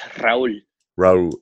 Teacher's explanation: the R is like, just to curl your tongue. Curl your tongue.